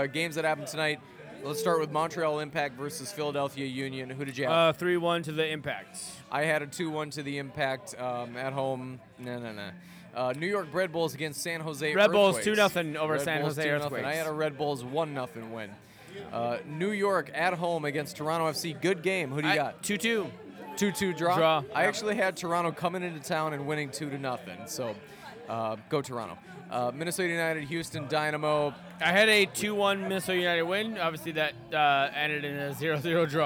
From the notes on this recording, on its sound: Ceaselessly accosted by Arsenal fans during recording.